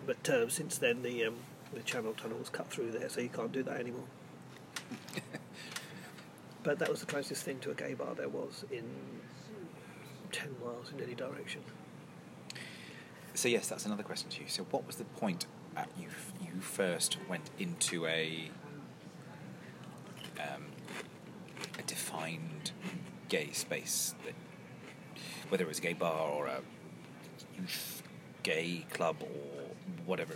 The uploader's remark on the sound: we are coming to you live(ish)from the garden of my local pub!